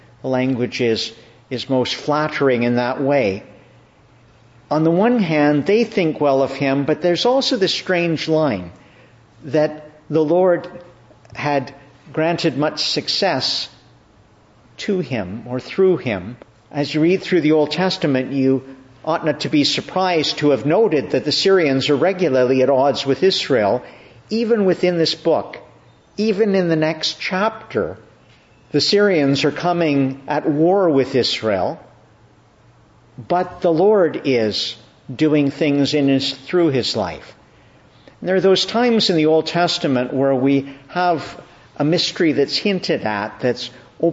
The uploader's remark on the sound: Evening Service. Preached at Evening Prayer in the Annunciation of the Blessed Virgin Mary, Ottawa.